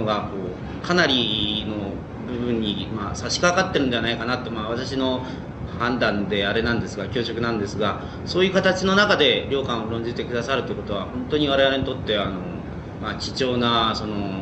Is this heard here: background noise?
yes